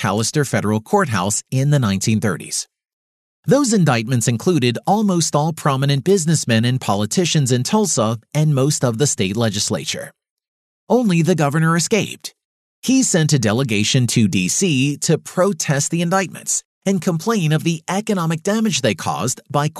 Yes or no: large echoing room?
no